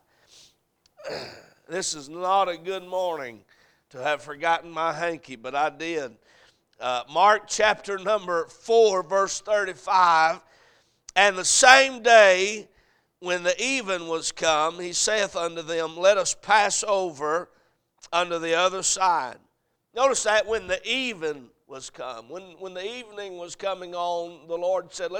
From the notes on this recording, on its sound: Sunday AM. A message preached at Crossroads Baptist Church.